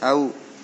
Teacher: Wau biasanya melenceng ke o